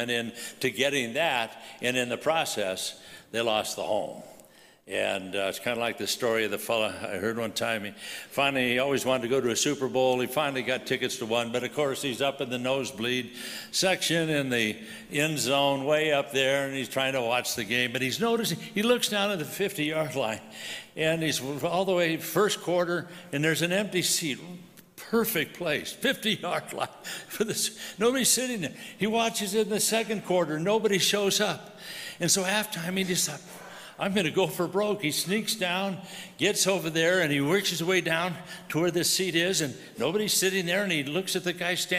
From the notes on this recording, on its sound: from the 2022 Southwest Men's Conference, Occupy Until He Comes